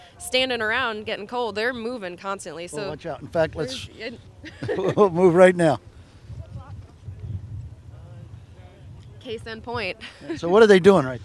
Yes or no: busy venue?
yes